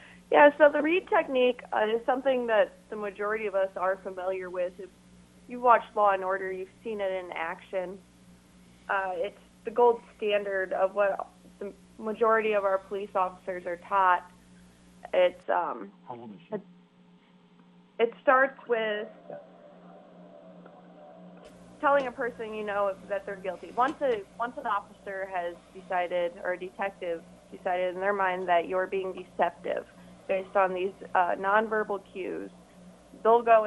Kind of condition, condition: link, phone line